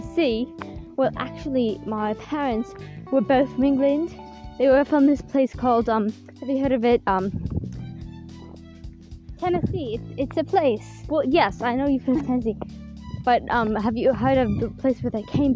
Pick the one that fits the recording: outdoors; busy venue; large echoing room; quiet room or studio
outdoors